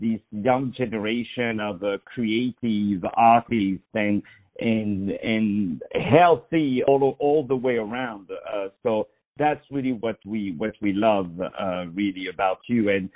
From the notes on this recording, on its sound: On the phone